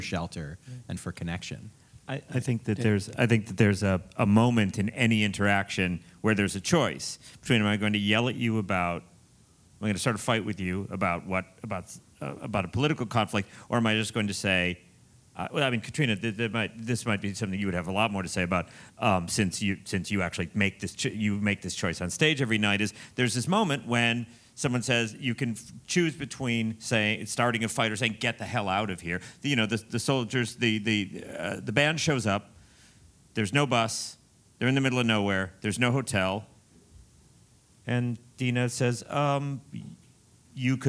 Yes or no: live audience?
yes